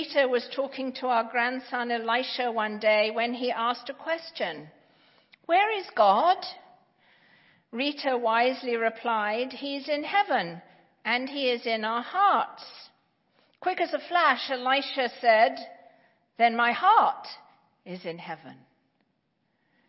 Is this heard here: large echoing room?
yes